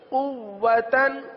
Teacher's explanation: واو پر تشدید ہے اور واو کو تھوڑا سا رک کر پڑھیں گے